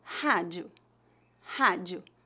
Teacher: Observe que a letra D antes da vogal I é pronunciada como di. E a vogal O no final de palavras é pronunciada como um U fraco